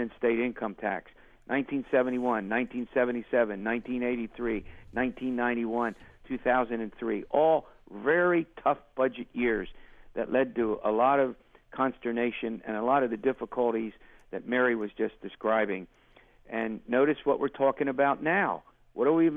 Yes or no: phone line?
yes